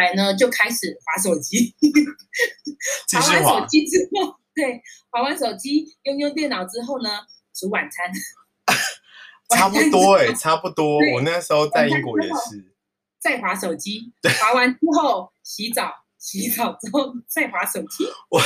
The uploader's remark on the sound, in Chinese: 嘗試使用線上錄音的方式。